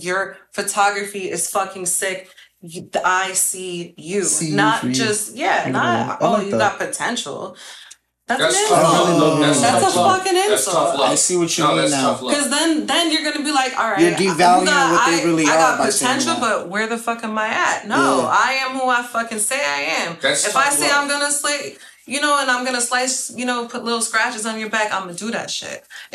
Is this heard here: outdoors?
no